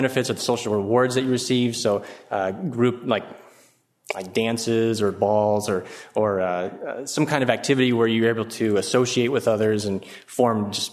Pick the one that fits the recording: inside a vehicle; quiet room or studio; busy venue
busy venue